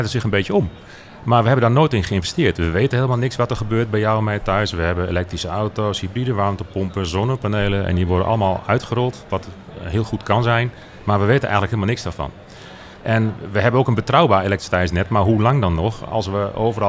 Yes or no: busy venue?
yes